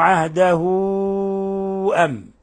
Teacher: لاحظوا كيف مدينا الهاء الصلة، هذه صارت صلة كبرى، عوملت معاملة المد المنفصل، لأنها الضمة مديناها